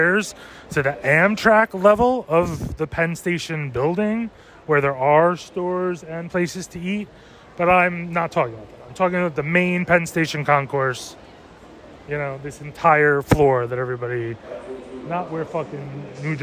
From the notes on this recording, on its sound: A VERY SHORT, COMPLETELY SPONTANEOUS, PERHAPS TOO LIT, TOTALLY UNEDITED, BUT PRETTY EPIC (if I do say so) RANT ABOUT THE CITY. LIVE FROM PENN “FUCKING” STATION. NO INTRO.